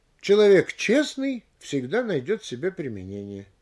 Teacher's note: находясь на втором месте, прилагательное получает большее ударение, чем существительное.